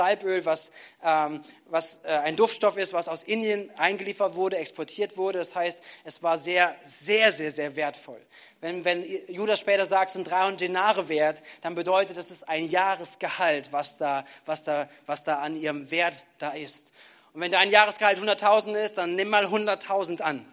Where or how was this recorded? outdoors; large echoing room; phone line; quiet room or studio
large echoing room